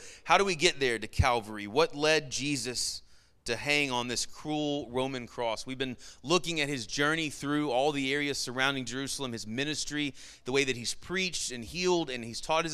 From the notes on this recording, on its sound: Sermon Audio from our Worship service